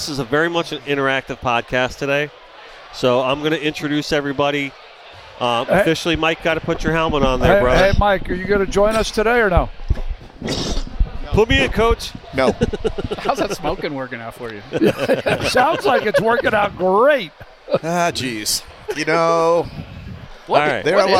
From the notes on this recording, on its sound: We go live from the gifting experience and have on various guests from the tournament.